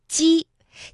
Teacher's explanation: 是舌尖要下垂，要抵住我们的下齿内侧，舌面前部要抬起，靠近上颚前部，而舌面呢和硬腭之间要形成窄缝，气流呢就从这 · Term: 声母